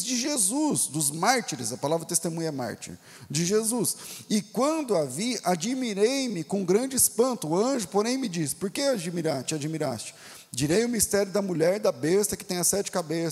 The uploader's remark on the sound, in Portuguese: Culto Ao Vivo